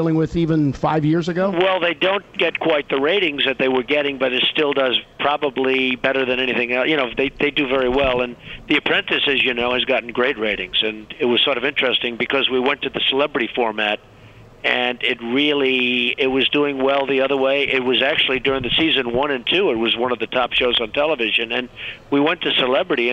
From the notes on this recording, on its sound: phones into "the Big Show"